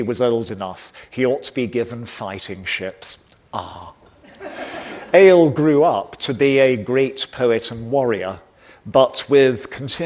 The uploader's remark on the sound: recorded on 8 March 2023 at David Game College, London